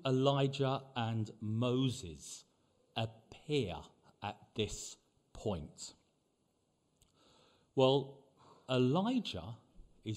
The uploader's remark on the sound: Preached at the LCC Sunday Service